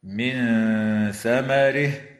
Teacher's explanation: تخفى النون الساكنة عند الثاء مع الغنة المرققة في قوله تعالى: من ثمره، وتوصل الهاء من كلمة ثمره حال